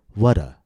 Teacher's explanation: We also use the tap T in the word what. This is known as the tap across word boundaries.